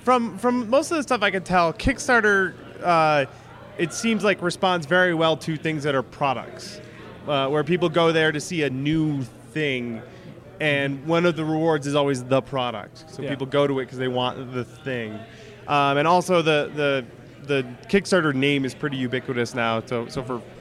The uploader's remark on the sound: This a special episode recorded at Nerdtacular 2013